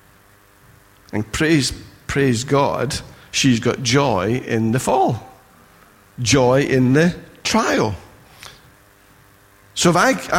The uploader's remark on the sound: Recorded at freedomcentre church, Preston on Sunday 5th March 2017